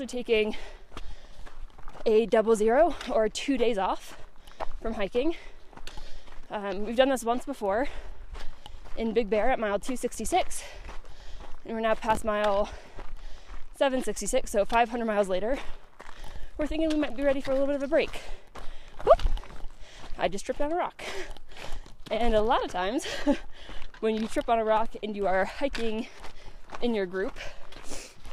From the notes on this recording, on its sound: decided to do a solo pod while hiking!